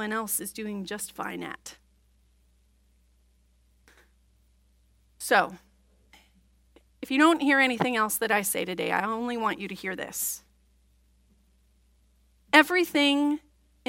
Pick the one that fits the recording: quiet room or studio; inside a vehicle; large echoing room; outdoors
large echoing room